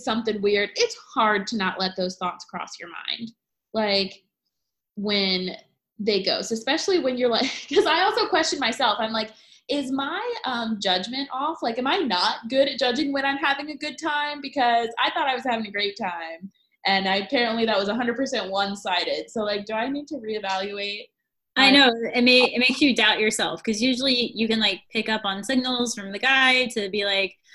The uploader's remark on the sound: Our first Zoom recording episode!